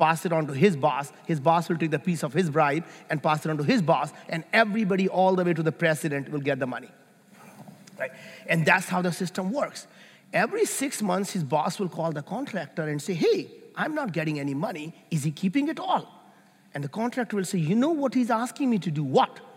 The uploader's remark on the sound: Live from the Bulletproof 360 conference